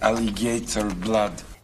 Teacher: Russian-speaking English will sometimes stick a little y sound in.